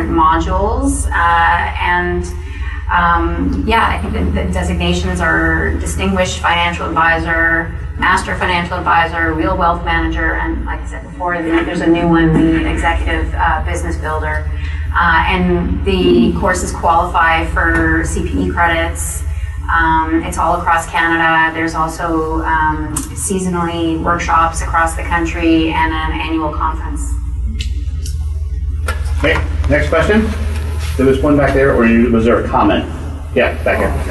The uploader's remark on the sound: At Sage Summit 2017 in Toronto and recorded an episode featuring a great panel discussion.